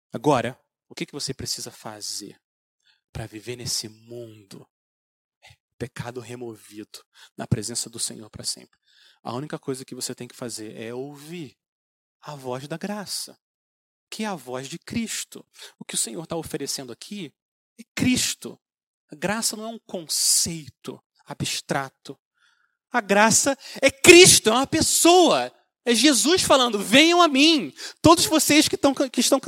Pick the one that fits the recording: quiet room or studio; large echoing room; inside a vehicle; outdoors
large echoing room